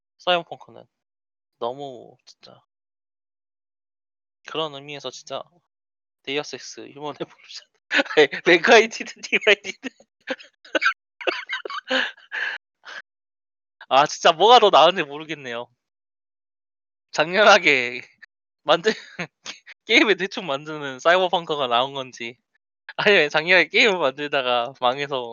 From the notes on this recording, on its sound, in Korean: 음질이 안좋습니다. 디스코드문제로 녹음시 음성이 이상하게 녹음된 문제가 있습니다.